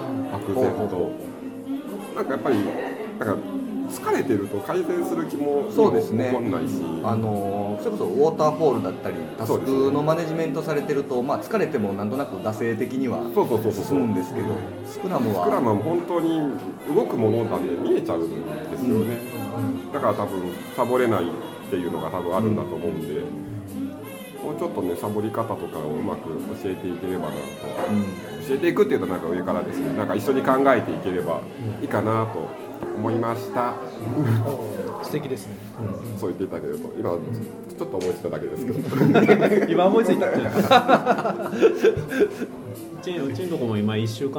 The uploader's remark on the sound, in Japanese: 今回の収録は スターバックス新大阪ニッセイビル店 をお借りしました。今回の収録は スターバックス新大阪ニッセイビル店 をお借りしました。ちょっと店内の音楽が大きめだったので聴きづらいかも知れませんがご了承ください。